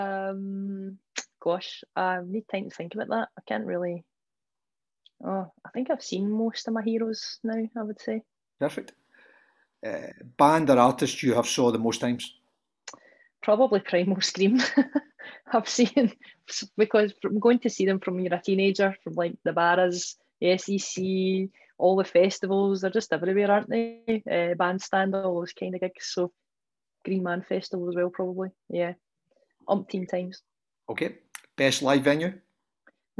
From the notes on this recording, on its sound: We had great fun doing them, and have therefore decided to go ahead and publish the Zoom videos in full.